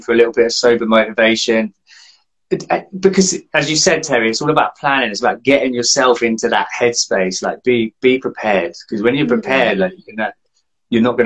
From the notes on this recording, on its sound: This is a bonus episode that was recently recorded on Instagram.